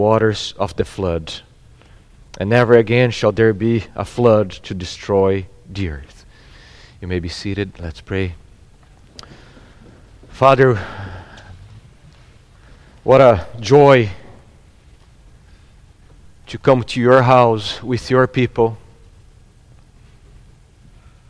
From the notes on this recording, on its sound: at Gracious Cross Reformed Church Salem on Sunday, December 19th, 2021